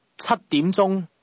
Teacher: Seven is pronounced with a high level tone.